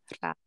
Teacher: It's the tap on the top of the mouth.